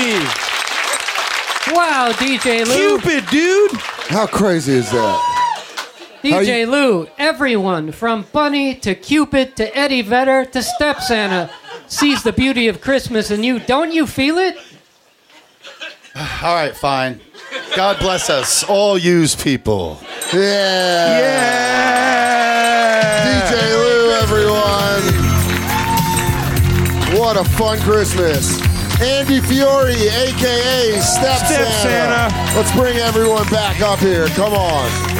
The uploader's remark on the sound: Live before a frenzied Village Underground crowd in NYC.